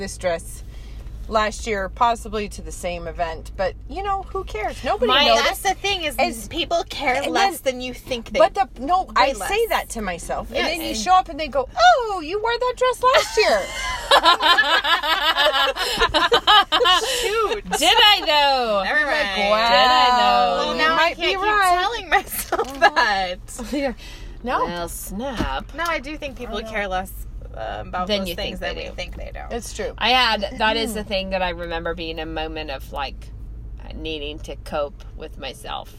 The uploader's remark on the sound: We have. This week we are lurking behind Goodwill in our usual spot. In the car with us!